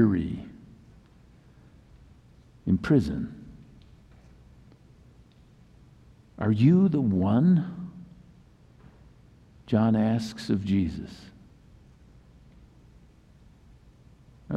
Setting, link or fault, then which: setting, large echoing room